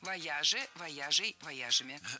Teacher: Правильный вариант – вояжей. Ударение всегда сохраняем на «я» во втором слоге.